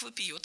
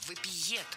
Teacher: Должно быть «вопиет» с ударной «е» в окончании. · Shown in: second take